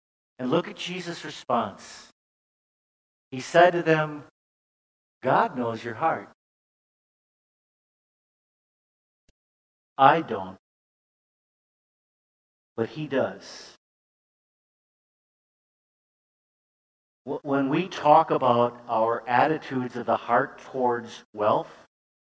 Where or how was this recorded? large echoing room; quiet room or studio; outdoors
large echoing room